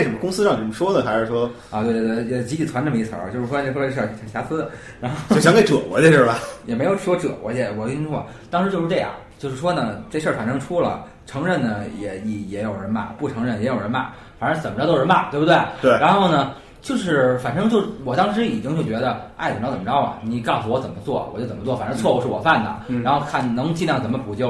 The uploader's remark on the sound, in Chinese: 人声部分是用录音机外录的，所以听上去可能有些辽阔